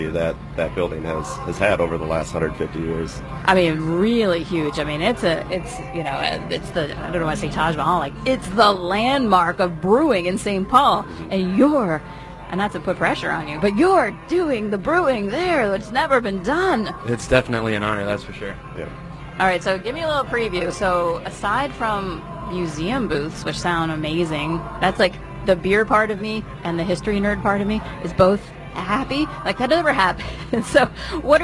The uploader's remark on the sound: live from the MN State Fairgrounds for the Back to the 50's Car Show!